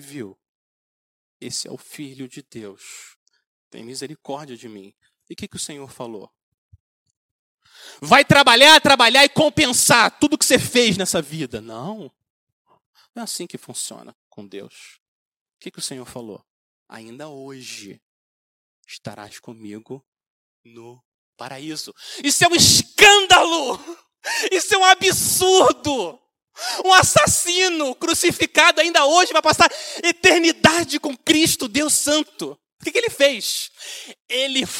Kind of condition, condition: setting, large echoing room